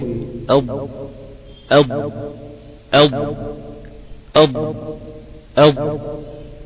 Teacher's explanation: هذا التمدد هو الاستطالة. والحرف المستطيل يمتد الصوت به ولكن لم يبلغ قدر الحرف الممدود